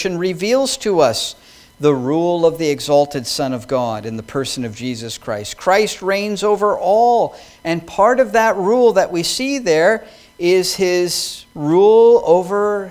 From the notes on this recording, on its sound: Sermon preached at New Creation Reformed Presbyterian Church